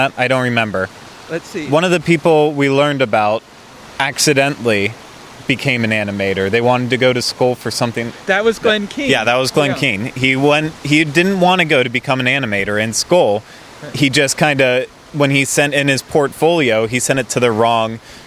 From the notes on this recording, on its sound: Audio of the live daily recaps from the 3 days of the D23 Expo